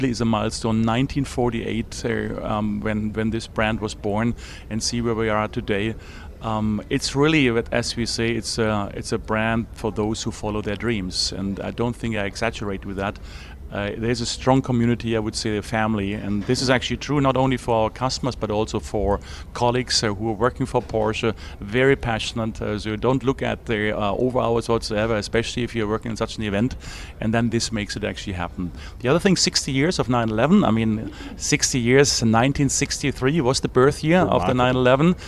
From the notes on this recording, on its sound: Motor Mania live from Icons of Porsche!